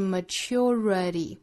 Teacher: maturity 的重音位置应该是在倒数第三个音节上